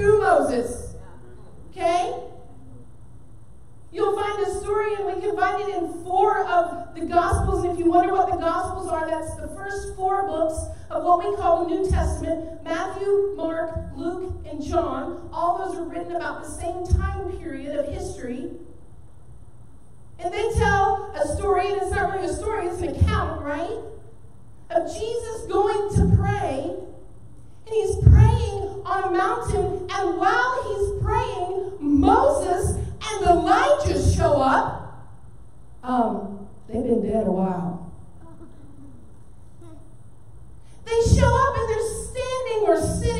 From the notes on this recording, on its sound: This sermon was recorded and delivered at Northpoint Community Church in Beaumont, Tx